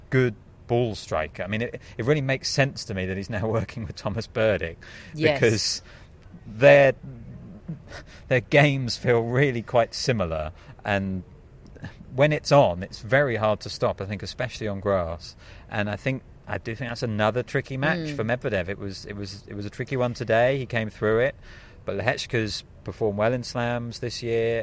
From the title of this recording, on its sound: Live from Wimbledon